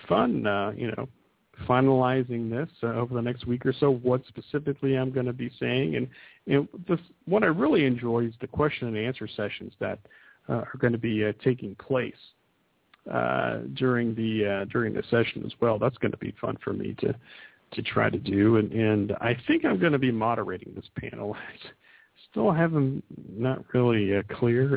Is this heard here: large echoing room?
no